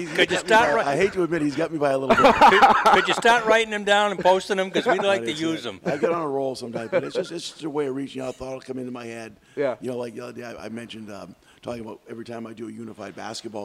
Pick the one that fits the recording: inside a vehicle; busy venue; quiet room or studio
busy venue